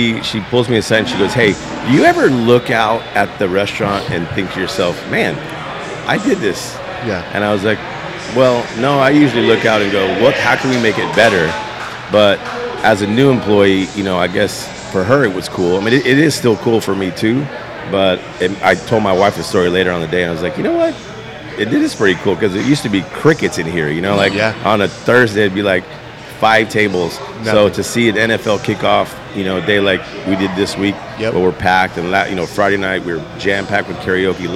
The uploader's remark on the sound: On location at his sports bar